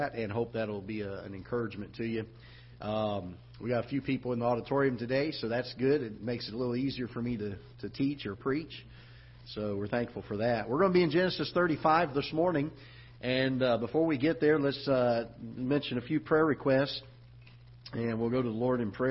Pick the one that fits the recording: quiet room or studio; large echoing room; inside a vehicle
large echoing room